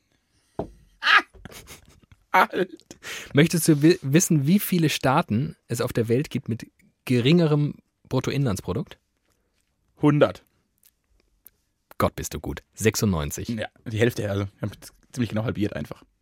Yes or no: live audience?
no